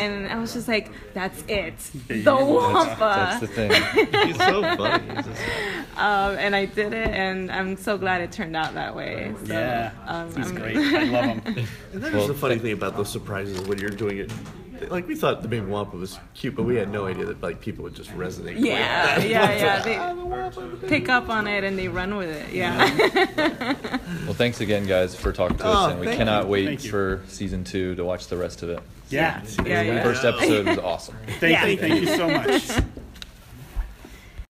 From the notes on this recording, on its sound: Interview at Celebration.